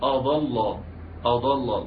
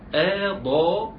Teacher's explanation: الآ تحت مرققة ثم الضاد مفخمة ثم اللام مرققة · Shown in: second take